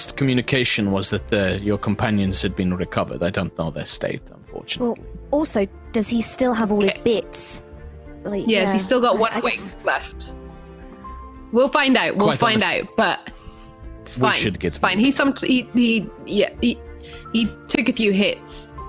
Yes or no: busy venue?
no